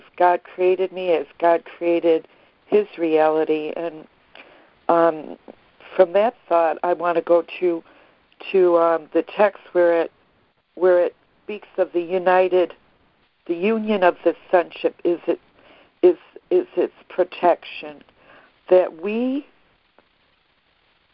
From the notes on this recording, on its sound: ACIM Daily Conference Call